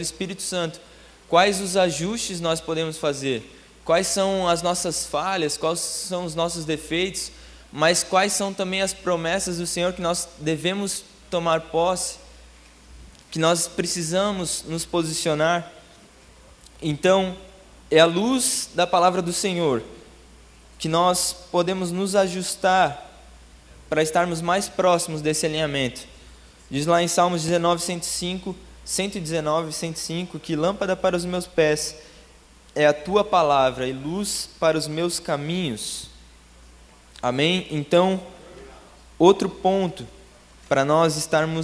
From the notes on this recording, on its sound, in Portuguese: em nosso Culto Terça Vida dia 24/11/2020 na Igreja ABA Blumenau (Transmitido ao vivo)